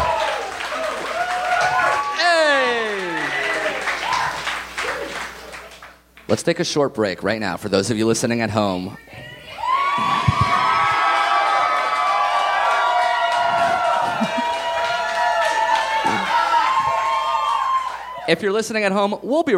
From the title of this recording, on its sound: Live from Montreal!